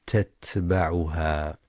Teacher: وينتبه القارئ لصفة الهمس والشدة في حرف التاء في كلمة تتبعها